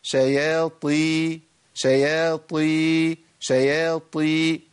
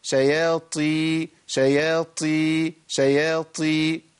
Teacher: تخيل أن أنت أبدلت حرف بحرف، جبت تاء مهموسة بس مفخمة شوية · Shown in: second take